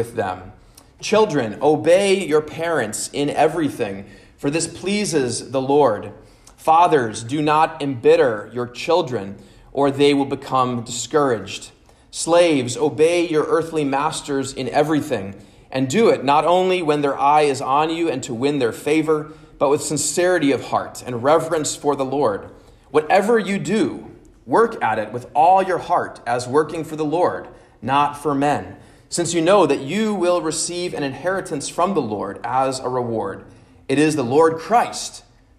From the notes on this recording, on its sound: at Immanuel Lutheran Church in Pasadena, CA